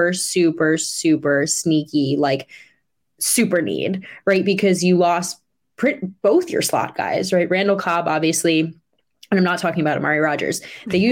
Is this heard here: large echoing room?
no